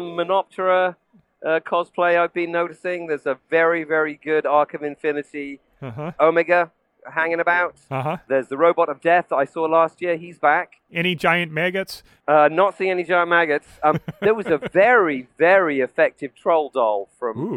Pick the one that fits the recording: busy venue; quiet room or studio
busy venue